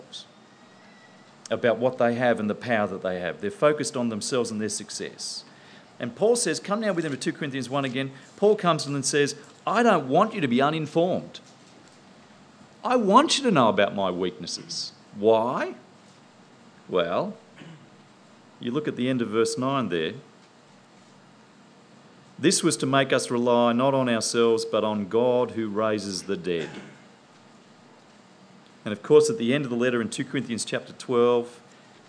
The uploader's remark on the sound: presented at the 2010 National In The Chute conference in Canberra